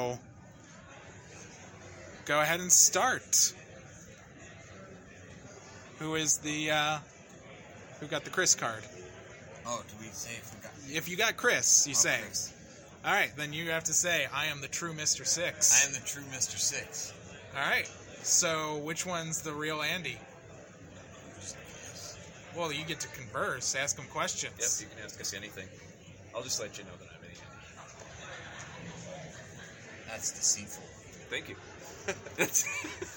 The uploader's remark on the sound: Our North American correspondent. Was out and about at Gen Con 2022. To hold a live, freestyle round table chat.